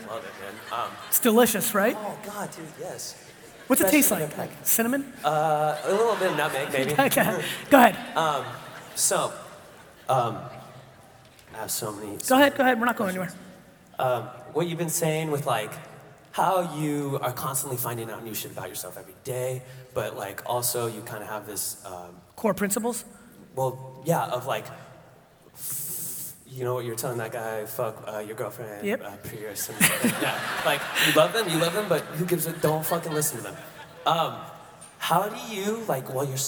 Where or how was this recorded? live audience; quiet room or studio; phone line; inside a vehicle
live audience